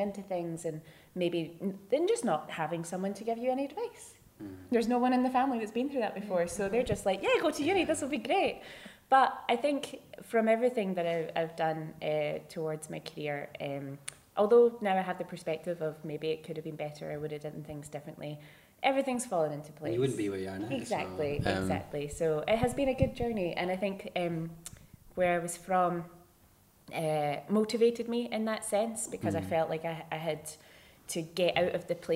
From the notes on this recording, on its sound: At the HB Film Festival.